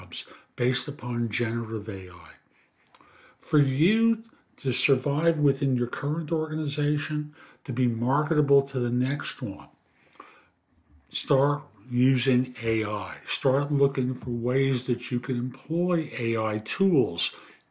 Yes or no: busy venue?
no